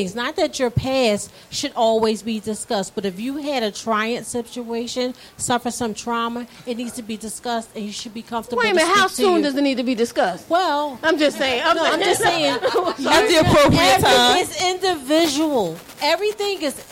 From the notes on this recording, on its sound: This podcast episode was recorded in front of a live studio audience